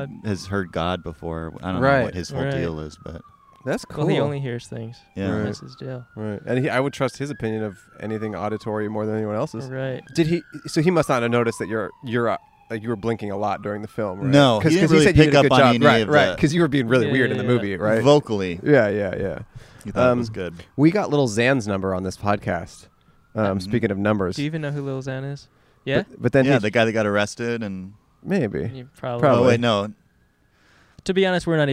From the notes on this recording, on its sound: backyard in Los Angeles